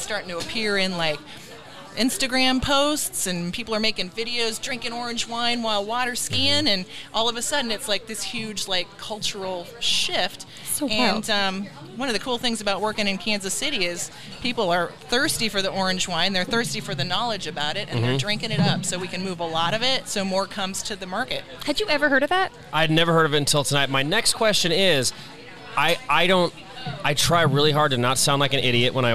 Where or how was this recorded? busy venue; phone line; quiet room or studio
busy venue